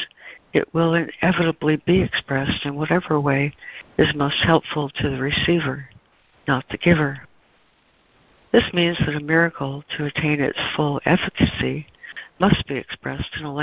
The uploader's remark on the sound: ACIM Daily Conference Call.